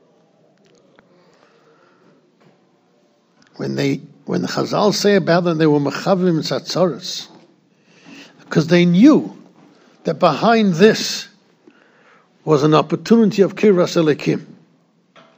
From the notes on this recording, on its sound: Shiur recorded in Yeshivas Ohr Reuven, Monsey, NY.